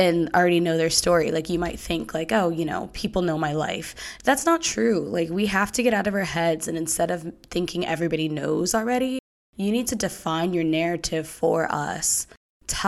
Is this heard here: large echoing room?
no